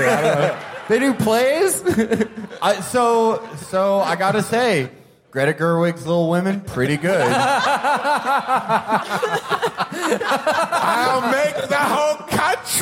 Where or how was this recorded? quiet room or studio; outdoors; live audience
live audience